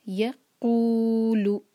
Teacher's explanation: یا ایک حرکہ لمبا کریں گے، قو دو حرکہ لمبا، لو ایک حرکہ